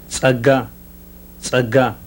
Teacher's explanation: a voiceless alveolar fricative ejective